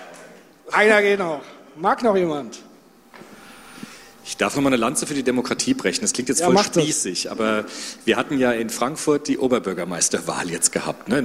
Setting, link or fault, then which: setting, live audience